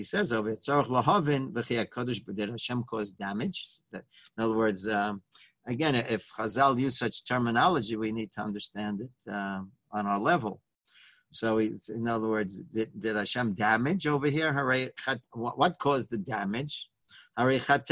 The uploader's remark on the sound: Live On Zoom